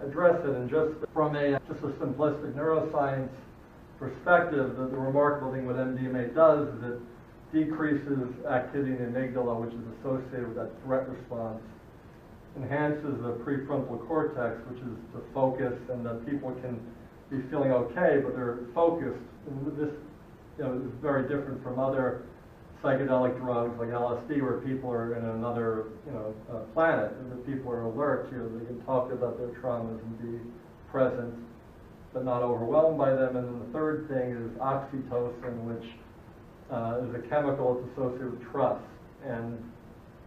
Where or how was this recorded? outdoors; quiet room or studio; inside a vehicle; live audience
live audience